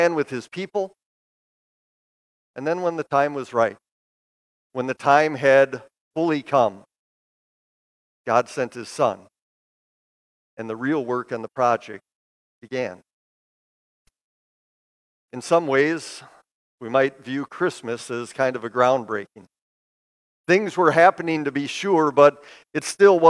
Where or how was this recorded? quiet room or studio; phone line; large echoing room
large echoing room